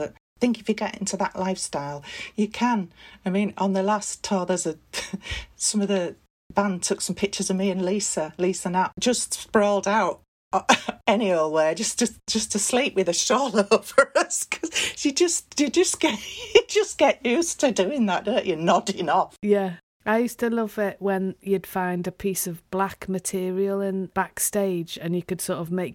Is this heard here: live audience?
no